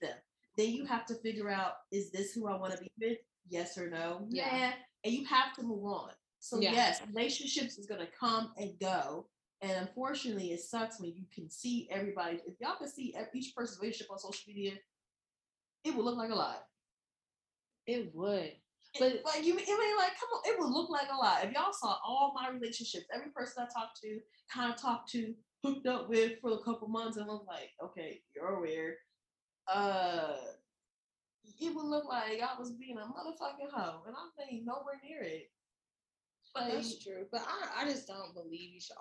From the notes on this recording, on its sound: Sorry for the sound not being as high quality as I would like but it shall get better.